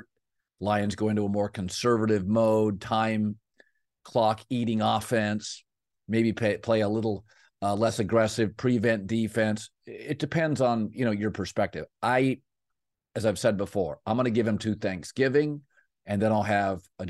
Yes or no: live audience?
no